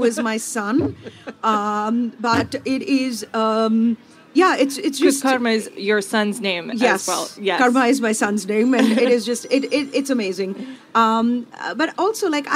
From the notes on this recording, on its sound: Charleston Wine + Food 2022. Stops by the HRN tent in the culinary village.